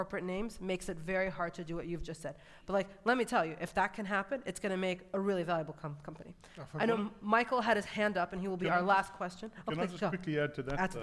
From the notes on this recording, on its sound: We were delighted to host a fireside chat at Balderton HQ